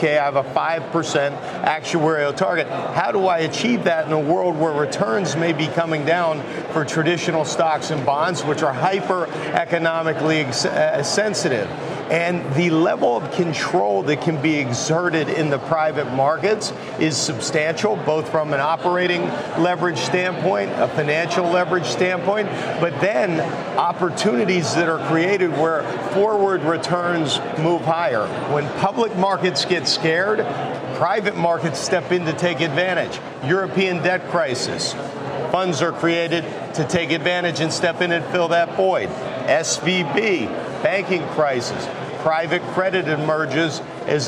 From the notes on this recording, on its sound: Live at the CAIS alternative investment summit in Beverly Hills, CA.